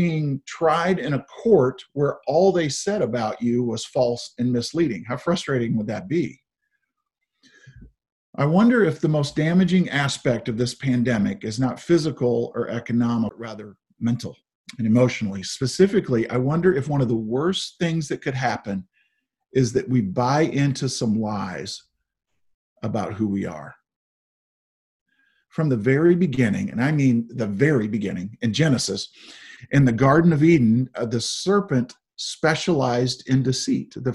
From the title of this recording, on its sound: Zoom Sunday